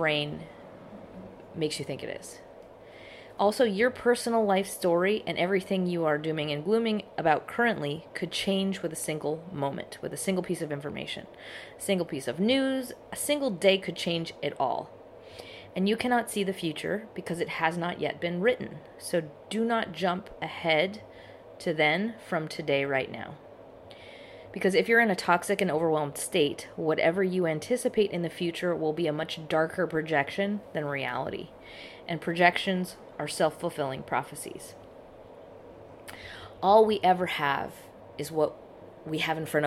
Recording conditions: background noise